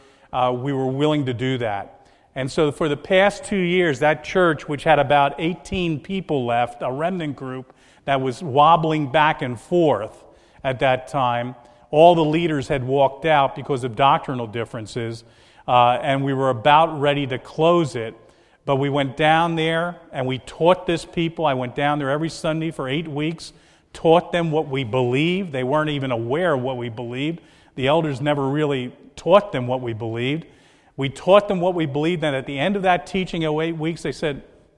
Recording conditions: large echoing room